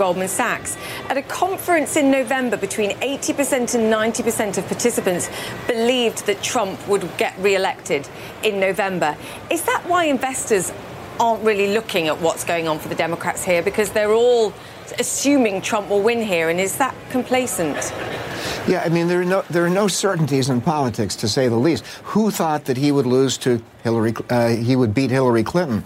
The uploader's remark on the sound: live from the New York Stock Exchange.